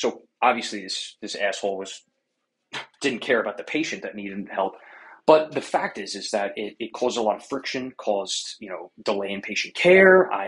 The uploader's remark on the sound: clips from Instagram LIVE Q&A sessions, Tik Toks & Reels, and zoom events